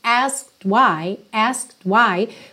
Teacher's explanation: Então é como se você fosse mesmo direto do K para o D.